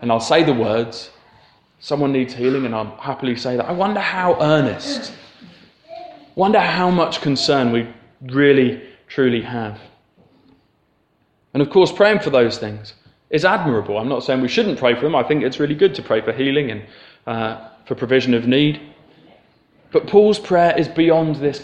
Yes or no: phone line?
no